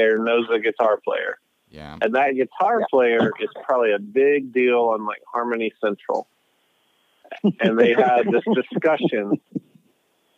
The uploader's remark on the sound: On the phone